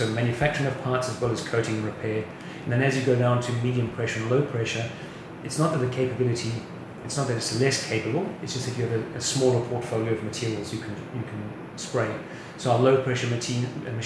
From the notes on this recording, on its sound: The episode was recorded at Land Forces 2022 last week.